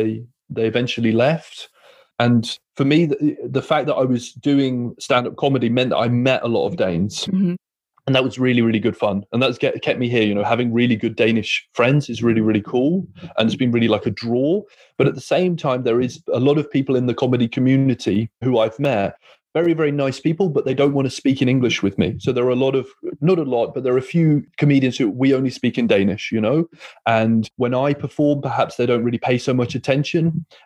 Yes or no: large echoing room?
no